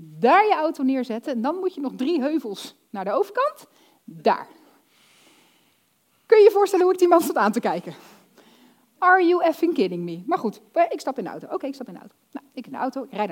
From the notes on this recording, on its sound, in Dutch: Dit fragment is opgenomen tijdens de workshop Succesvol Storytelling op 7 april 2022 in het Figi Theater Zeist.